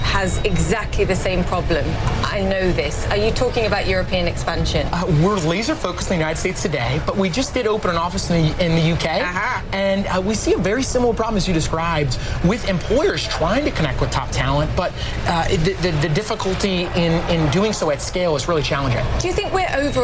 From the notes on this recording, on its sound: live from the New York Stock Exchange